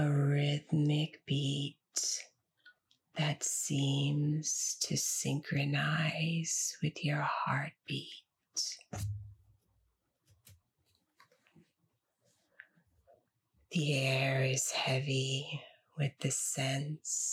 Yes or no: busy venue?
no